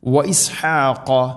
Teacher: ഹ തൊണ്ടയുടെ മധ്യഭാഗം, ഖാഫ് തൊണ്ടയുടെ മുകൾ ഭാഗവും കഴിഞ്ഞു ചേർന്നാക്ക്.